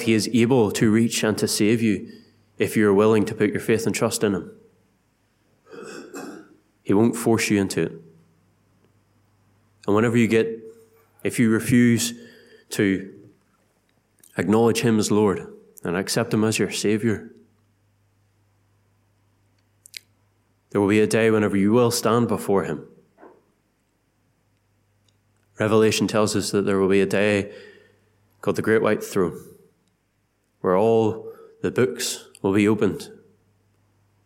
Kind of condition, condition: setting, large echoing room